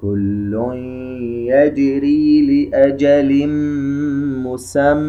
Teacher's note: ولا ننسى الغنة التي على الميم المشددة تظهر بمقدار حركتين الغنة، ومن ثم المد الطبيعي الذي جاء من جراء إبدال تنوين الفتح إلى ألف.